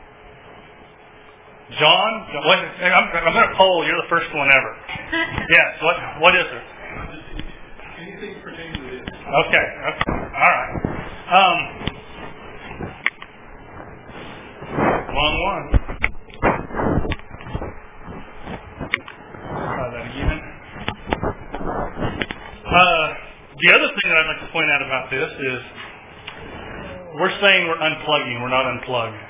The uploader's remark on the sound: At the March 2010 Heartland eLearning Conference at the University of Central Oklahoma. My apologies for background noise. Wore my recorder and it made a lot more noise than I thought it would as a wearable device!